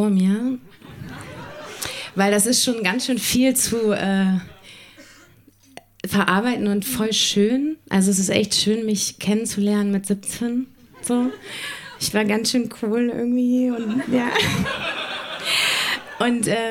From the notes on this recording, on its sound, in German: Texte von gestern“-Liveshow. Im Monarch, Berlin. Heißen Dank an den Monarch, unser tolles Publikum.